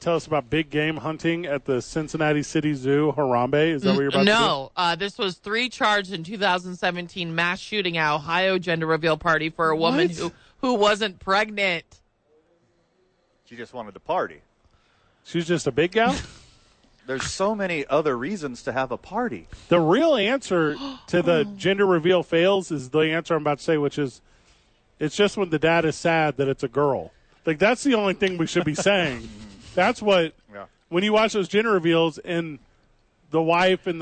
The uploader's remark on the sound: live at the ABQ DUKE Store